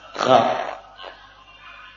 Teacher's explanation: Ghain yang ada getaran di bagian pangkal lidah